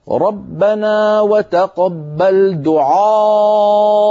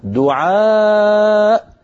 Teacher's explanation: ففخم حرف العين والألف التي بعدها · Shown in: first take